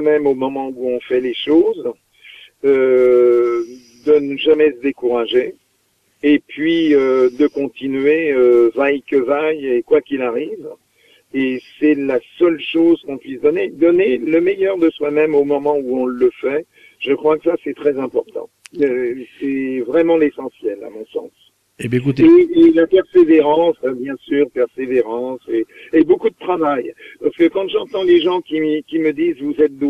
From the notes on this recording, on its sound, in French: Reçoit par téléphone.